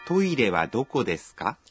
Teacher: Unapouliza swali kwa Kijapani, kwa kawaida huwa unaongeza ka mwisho wa sentensi na kuzitamka kwa toni ya juu.